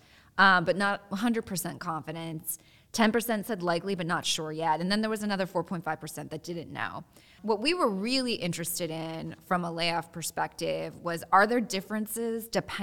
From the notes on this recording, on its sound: This podcast, which was recorded at Ogletree Deakins’ national Workplace Strategies seminar